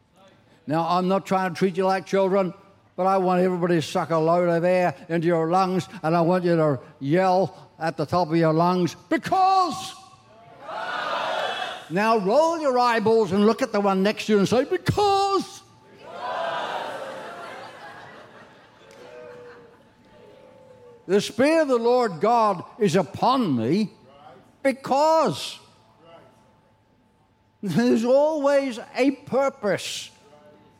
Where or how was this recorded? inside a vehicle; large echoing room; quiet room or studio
large echoing room